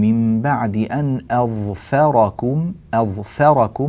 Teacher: طيب، في الآية 24 من بعد أن أظفركم نرقق الفاء، طبعا الهمزة مرققة، الظاء مفخمة، الفاء مرقق، الراء مفخمة. هذا الانتقال من مرقق إلى مفخم إلى مرقق إلى مفخم يحتاج إلى دربة ديناميكية تلفظية، يحتاج إلى أن يكون هناك سلاسة في النطق عند نطق هذه الكلمة وأمثالها من الكلمات.